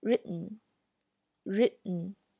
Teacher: 其实是这个 t 要 hold 住，然后直接发 n 的这个音